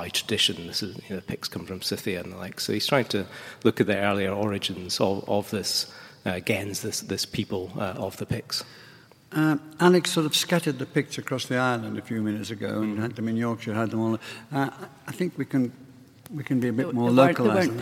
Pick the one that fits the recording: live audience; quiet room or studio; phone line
live audience